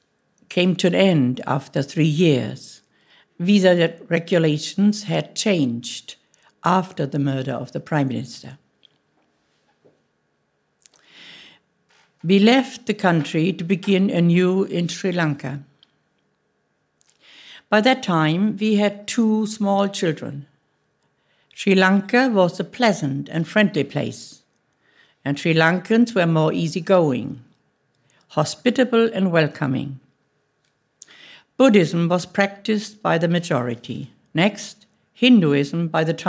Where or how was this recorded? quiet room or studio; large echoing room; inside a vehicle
large echoing room